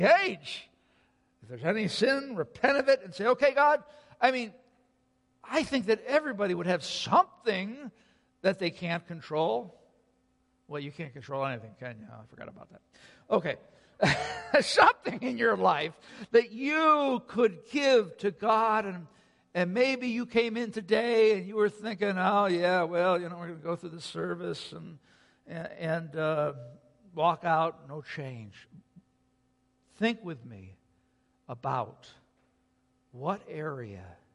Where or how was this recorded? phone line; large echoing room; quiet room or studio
large echoing room